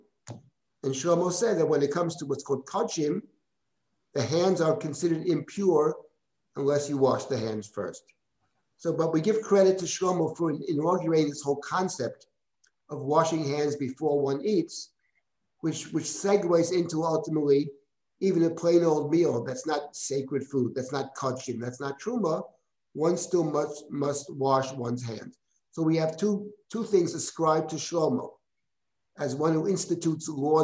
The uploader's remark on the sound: This audio was originally captured from Zoom